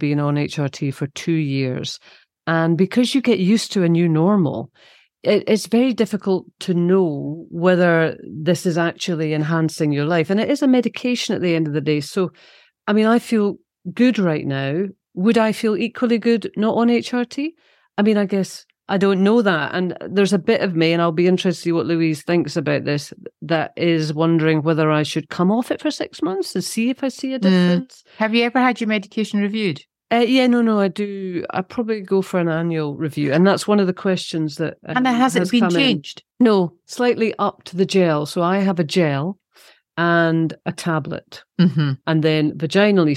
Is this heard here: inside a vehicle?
no